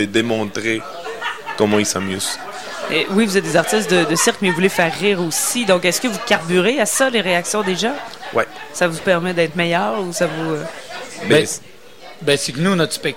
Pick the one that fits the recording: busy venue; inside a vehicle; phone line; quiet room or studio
busy venue